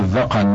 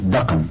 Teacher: هو الذقن بفتح الذال والقاف، والعامة تقول دقن بالدال المهملة وإسكان القاف